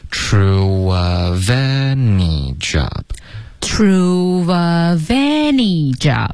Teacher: 所以这个 any 是主要的重音，那 that's 的这个 that 也可以加一点重音，这个是可选的